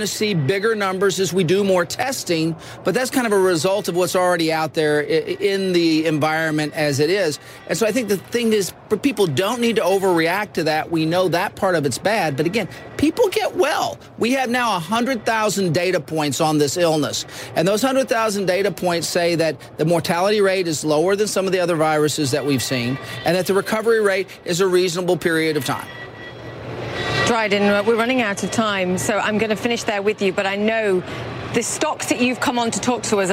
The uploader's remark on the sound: live from the New York Stock Exchange